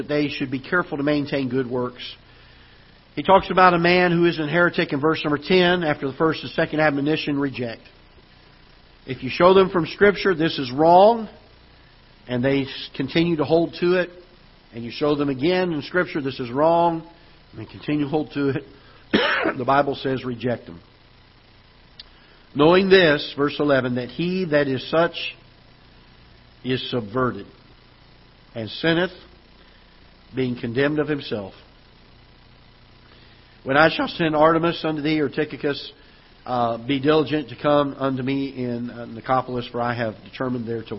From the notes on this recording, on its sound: Ketha Heights Baptist Church ~ Live Broadcast.